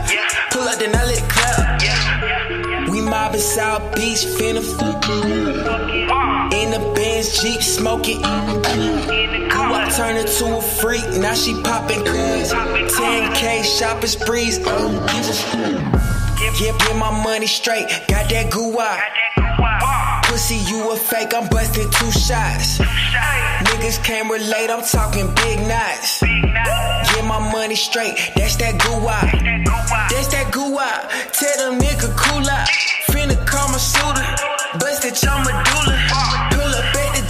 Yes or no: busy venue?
yes